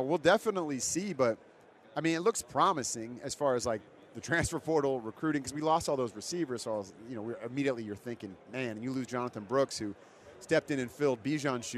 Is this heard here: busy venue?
yes